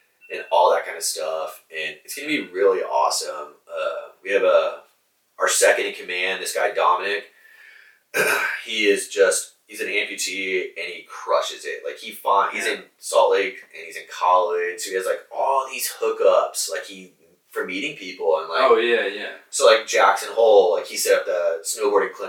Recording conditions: poor microphone